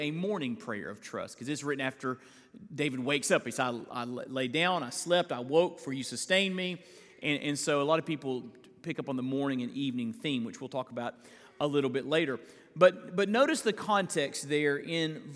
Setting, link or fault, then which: setting, large echoing room